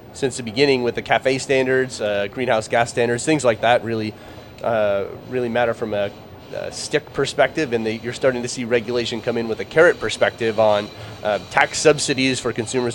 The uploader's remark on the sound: At the November OESA automotive supplier conference in Novi, MI